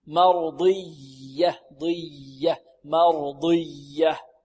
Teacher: ننطق الياء مشددة فيها ضغط